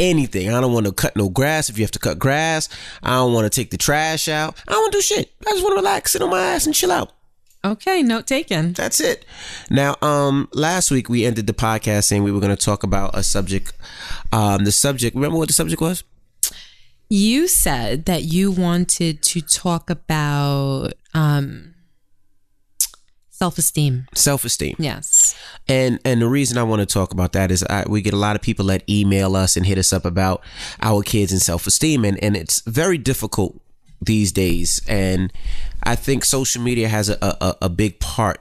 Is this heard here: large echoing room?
no